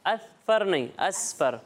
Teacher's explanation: سین میں سٹی کی آواز آتی ہے